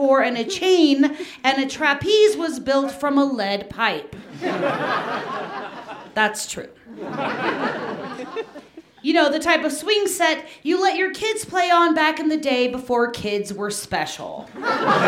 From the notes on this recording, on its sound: These two Denver natives shared this story live on 20 February 2019.